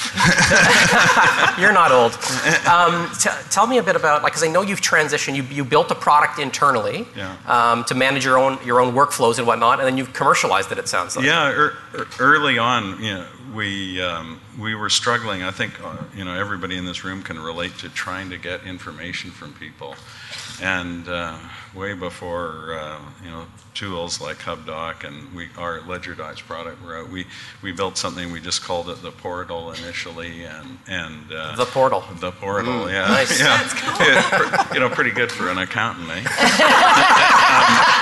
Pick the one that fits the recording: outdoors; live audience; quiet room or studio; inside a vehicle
live audience